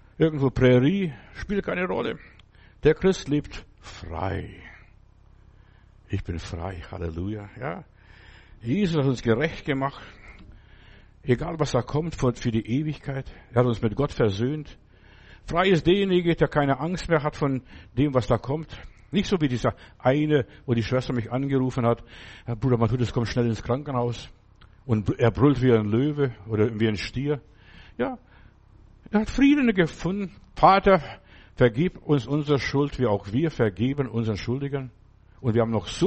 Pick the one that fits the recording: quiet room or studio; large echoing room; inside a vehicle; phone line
large echoing room